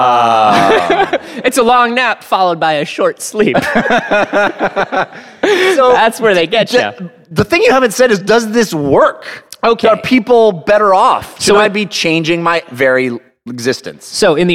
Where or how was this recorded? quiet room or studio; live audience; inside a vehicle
live audience